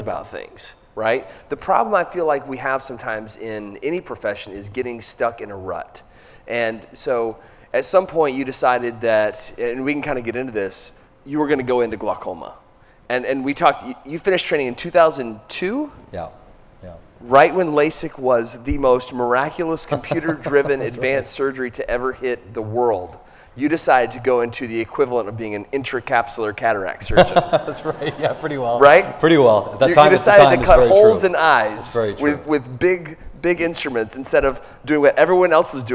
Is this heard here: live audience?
yes